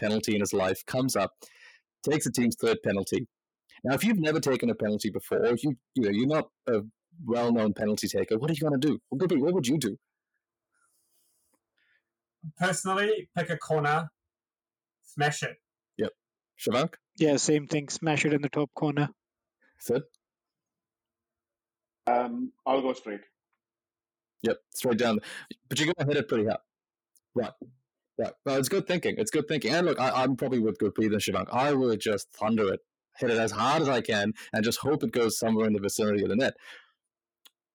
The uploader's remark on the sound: Our audio was caught offside this week. We do this in our bedrooms!